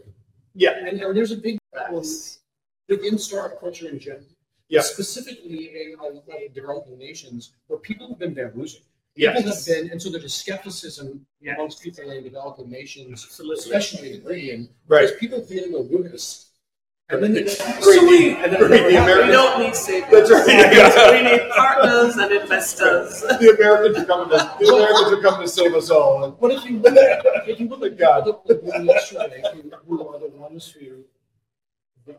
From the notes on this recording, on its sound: live from Kingston, Jamaica at the Entrepreneurs Across Borders Beyond the Beach Conference